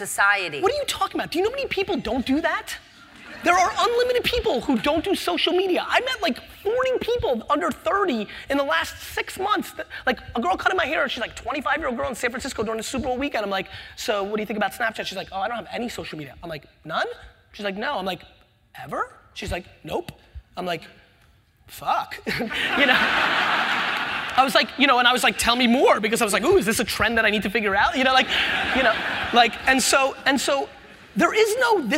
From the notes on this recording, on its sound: recorded on March 6, 2016 in front of a live audience at New York's 92nd Street Y.